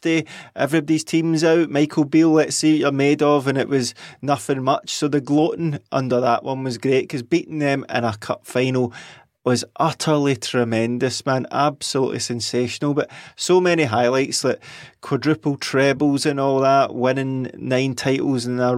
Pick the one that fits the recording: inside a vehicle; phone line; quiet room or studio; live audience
quiet room or studio